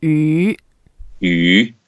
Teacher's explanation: second tone, so go up and you can make it very long because imagine that's a long fish.